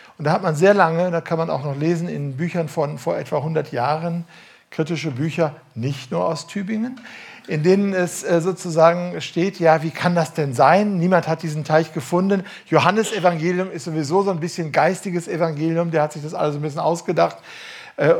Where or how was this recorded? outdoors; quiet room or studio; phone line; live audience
live audience